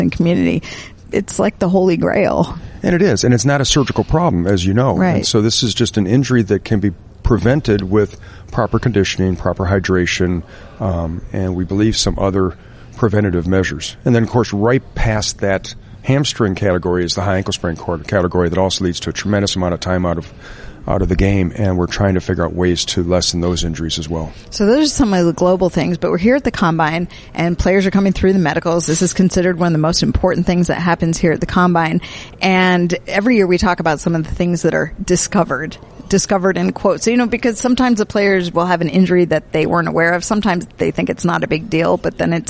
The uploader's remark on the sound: Live From the 2019 NFL Combine.